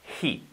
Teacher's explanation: El truco del H, que sea aspirada, que no sea he, ¿vale?